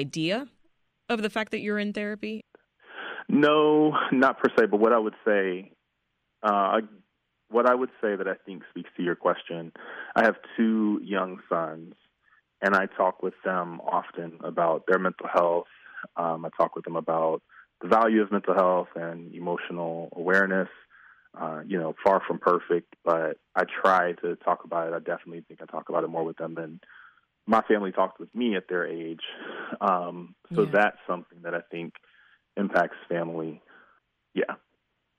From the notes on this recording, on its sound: Listeners called in with stories of cultural competency in their mental health experience.